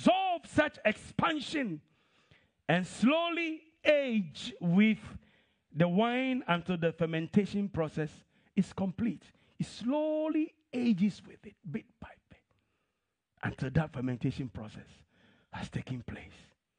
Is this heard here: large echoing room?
yes